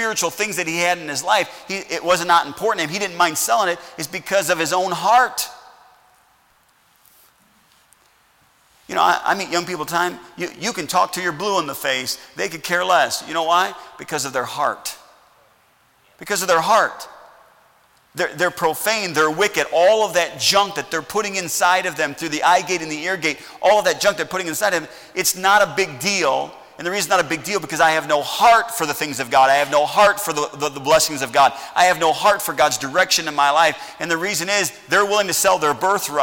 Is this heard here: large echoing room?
yes